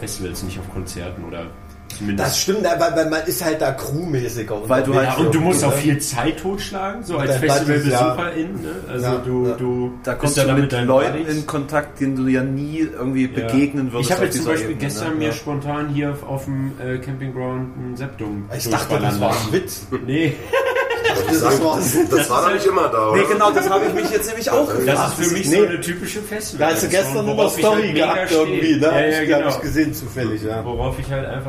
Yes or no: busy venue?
yes